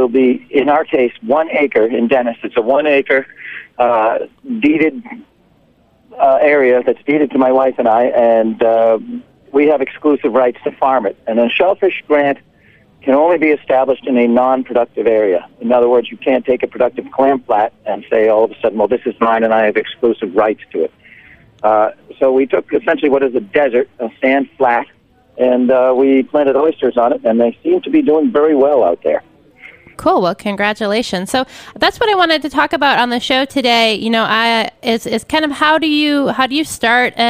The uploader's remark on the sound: joined via the phone lines